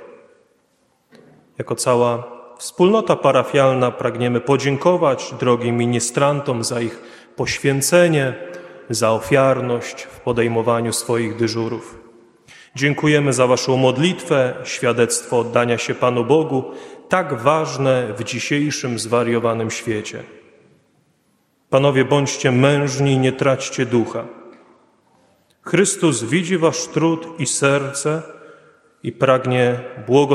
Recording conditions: large echoing room